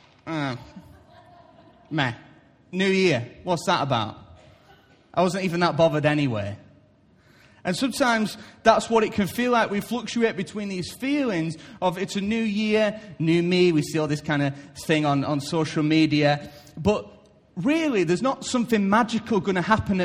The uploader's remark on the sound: Recorded live at Life Church on Sunday 1st January 2017.